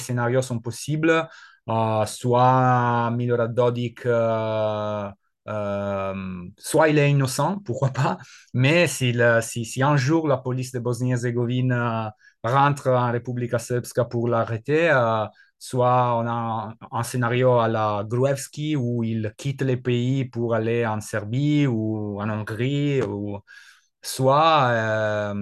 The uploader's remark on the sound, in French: Replay | Webinaire